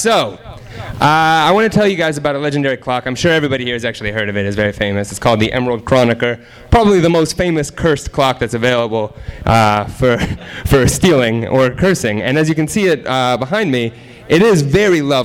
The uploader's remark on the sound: THIS EVENT WAS RECORDED LIVE AT SKYLIGHT BOOKS JULY 14, 2010.